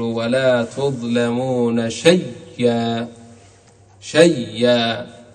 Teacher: الآن زاد لنا وجه آخر، وهو أن نعتبر هذا مثل الزائد، واو الزائد أو الياء الزائدة، فنبدل الهمزة إلى ياء وندغم الياء في الياء فتصير ولا تظلمون شيئا، شيئا.